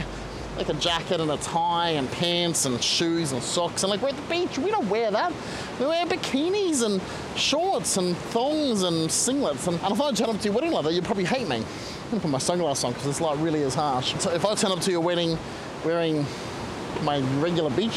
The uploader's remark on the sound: The audio is pretty bad in this episode, because it was recorded at the beach.